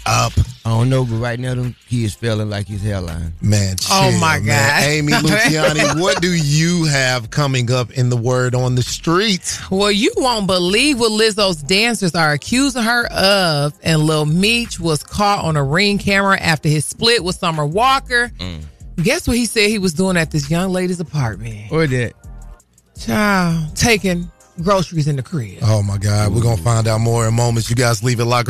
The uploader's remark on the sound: Callers call